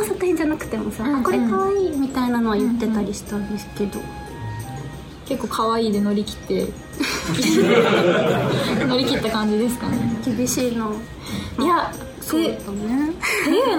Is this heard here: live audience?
yes